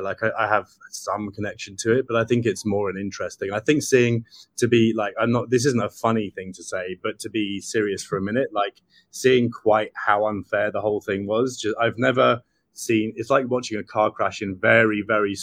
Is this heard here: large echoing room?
no